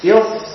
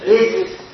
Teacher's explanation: Jadi bedanya ketika setelah i masuk ke sod, lidah bagian belakangnya langsung untuk menaikkan. · Shown in: first take